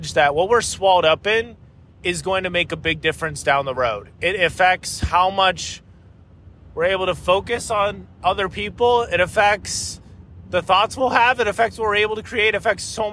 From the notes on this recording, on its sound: This was recorded in my car, so the sound quality is a bit lacking. At the time I was driving through Arkansas, on the way to Tennessee.